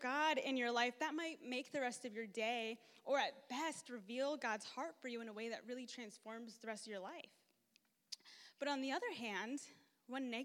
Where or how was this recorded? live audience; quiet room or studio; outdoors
live audience